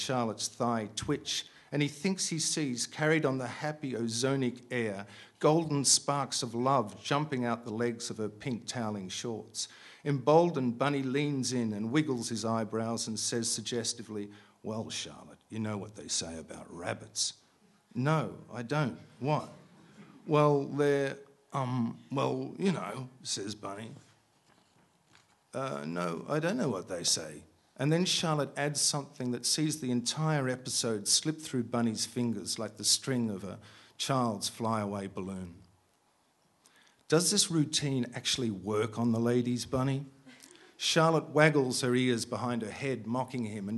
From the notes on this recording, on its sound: a rapt audience at iTunes Live: London Festival '09